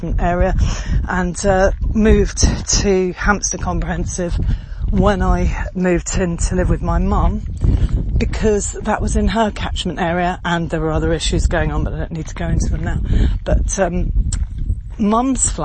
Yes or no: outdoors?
yes